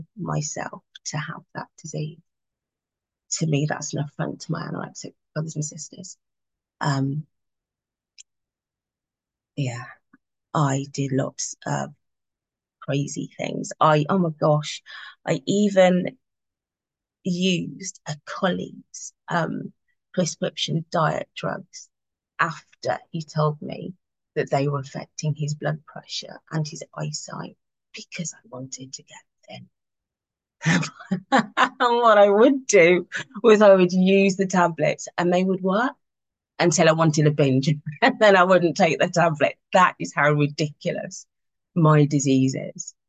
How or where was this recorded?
video call